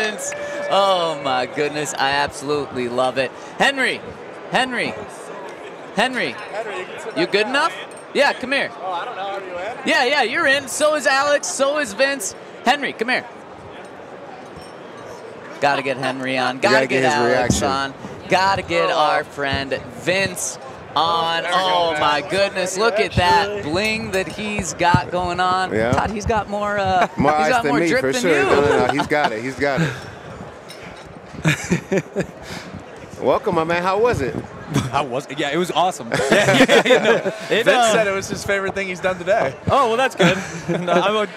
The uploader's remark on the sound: LIVE from Super Bowl Radio Row